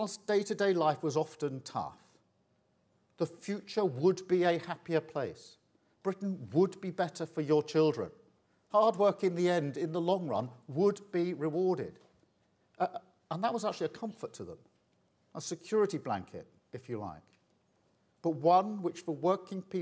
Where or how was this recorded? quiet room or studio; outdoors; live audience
live audience